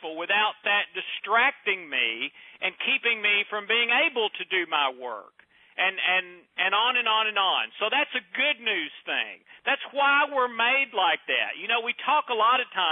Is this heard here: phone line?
yes